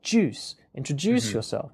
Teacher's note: you've also got a stressed word there, which is introduce. And then it's one of the syllables within that word, juice